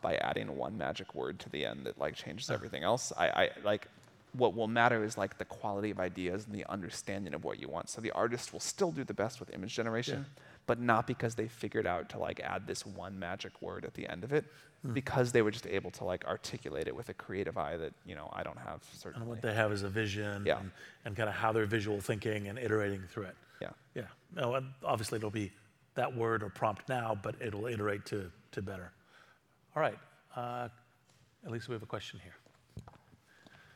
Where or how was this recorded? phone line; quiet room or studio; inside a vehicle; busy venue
busy venue